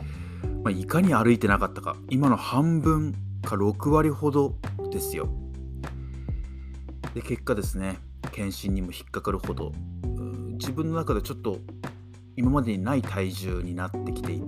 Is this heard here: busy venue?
no